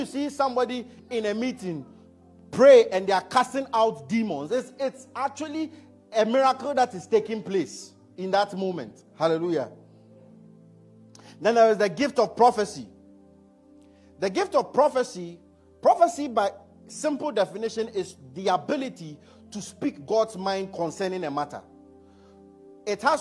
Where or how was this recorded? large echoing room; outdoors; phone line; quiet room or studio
large echoing room